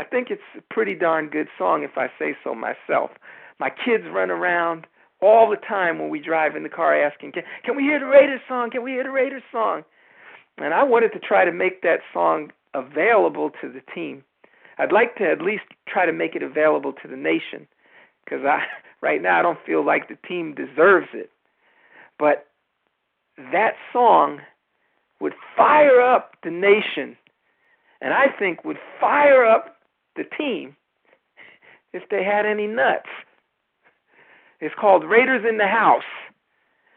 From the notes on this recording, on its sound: Raider Nation “Boneline” Call-in Segment